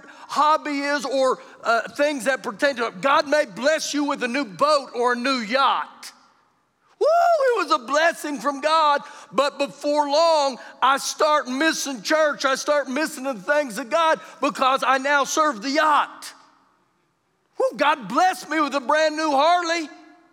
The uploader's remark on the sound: Recorded live during our Wednesday night service